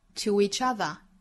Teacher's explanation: 我们这个 w 的音不能太过刻意啊，是连读带出来的小音，不是十足的 w 这个半元音的发音